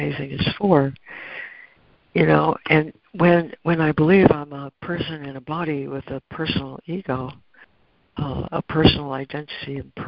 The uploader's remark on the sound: ACIM Daily Conference Call.